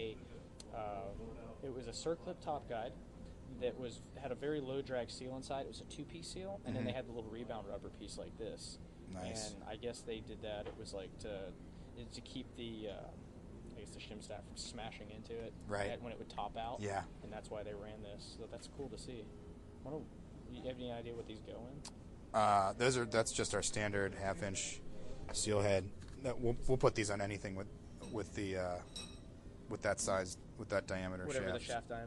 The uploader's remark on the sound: Live from Eibach in Corona, CA